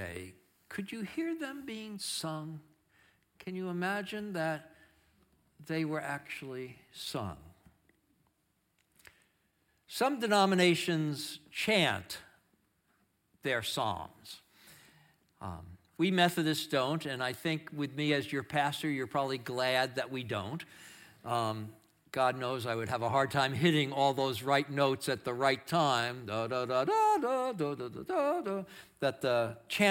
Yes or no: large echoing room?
yes